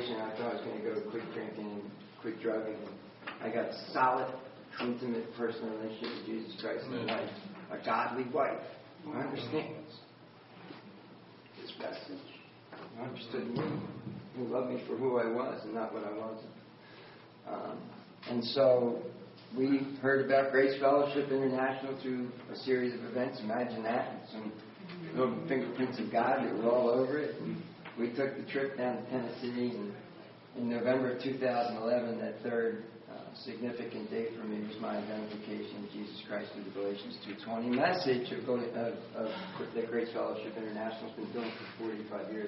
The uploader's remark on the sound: Recorded at Grace Fellowship International's conference in Pigeon Forge, TN.